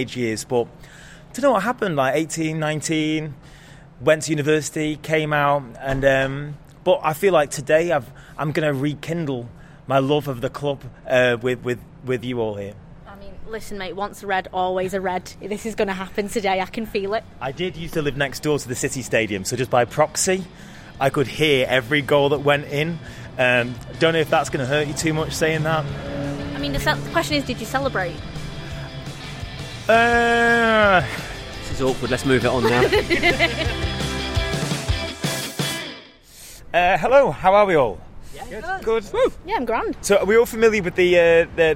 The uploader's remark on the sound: On a tour around the city. Free Manchester Walking Tours.